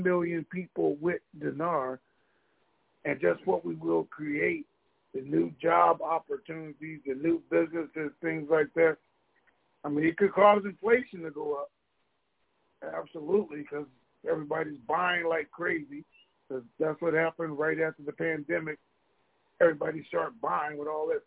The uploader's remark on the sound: TNTSuperfantastic Conference Call